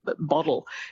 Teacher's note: It's kind of like a rapid D. It's not a D, but it's a more rapidly said D · Term: a flap or a tap